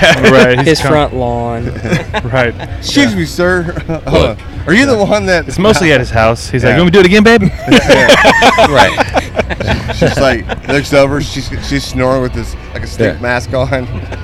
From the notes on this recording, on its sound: The Best Lineup from the American Royal 2023. In this episode we on location at the 2023 American Royal.